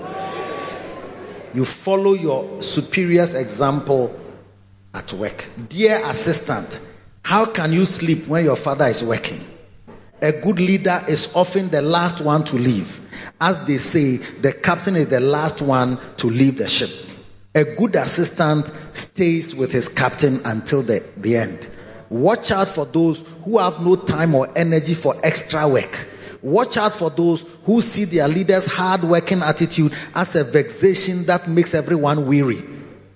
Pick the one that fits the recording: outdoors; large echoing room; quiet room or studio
large echoing room